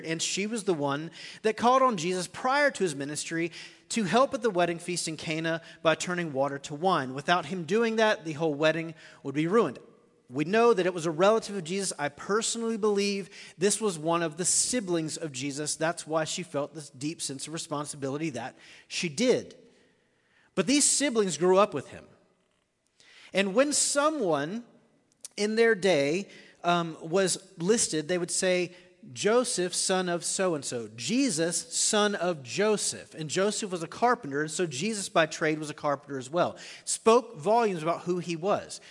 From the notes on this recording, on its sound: Recorded live at The Fellowship at Two Rivers.